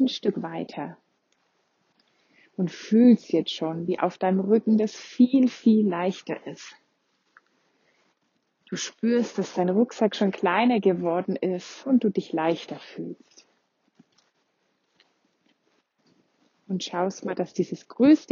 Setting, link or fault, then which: setting, outdoors